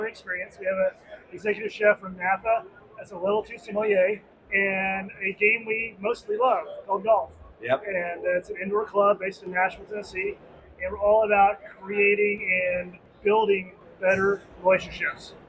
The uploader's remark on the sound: LIVE From The 2023 PGA Show! Found some time to squeeze in a couple of ModGolf Podcast recording sessions.